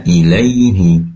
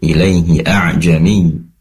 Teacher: Ilaihi hanya juga dibaca pendek, tadi terdengar memanjang dikit, ilaihi a'jami.